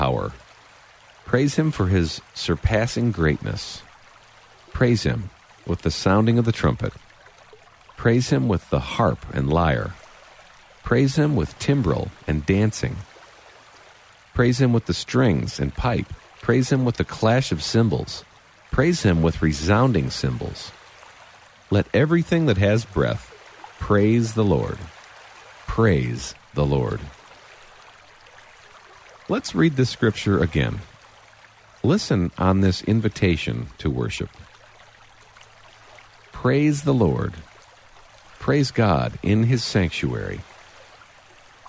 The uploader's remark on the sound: Relax to the sounds of a running river.